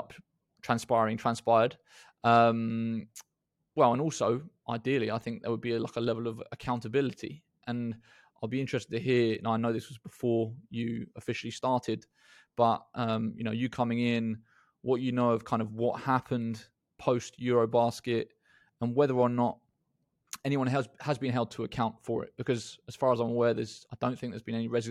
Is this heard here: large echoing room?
no